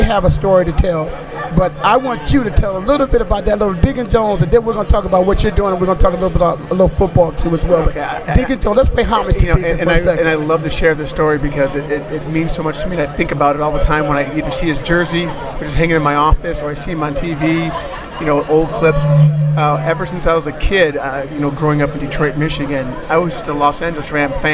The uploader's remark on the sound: Live From Player Networking Event 2011. Voice America will participate as an official online media partner and provide a live simulcast on our Internet TV and Internet Radio channels from event.